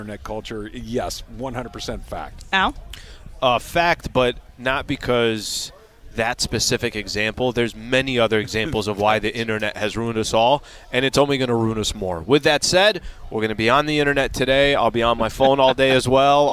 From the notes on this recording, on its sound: LIVE from the Genesis Invitational. LIVE at the Riviera Country Club for the Genesis Invitational. They saw Tiger Woods was strolling by them.